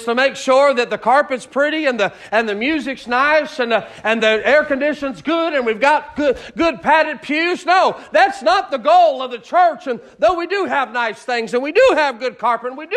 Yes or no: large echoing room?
yes